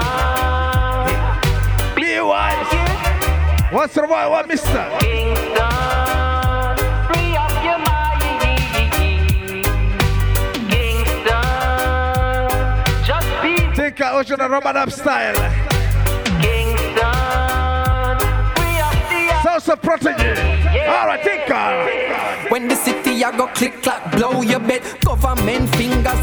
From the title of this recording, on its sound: Live At Tun Up Party Osnabruck 2015